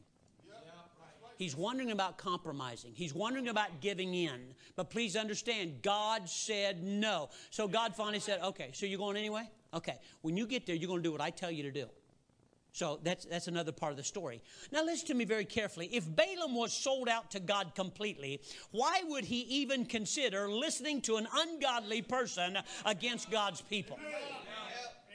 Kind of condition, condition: setting, large echoing room